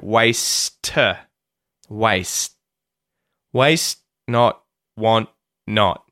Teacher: my tongue has gone up and stopped the sound. And instead of going T, it's just stopped. · Term: mute the T